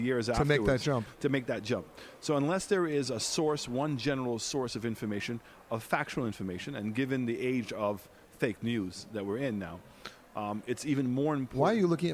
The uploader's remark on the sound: UNWTO Global Tourism Conference, Montego Bay. Comes from United Nations World Tourism Organization Conference in Montego Bay, Jamaica.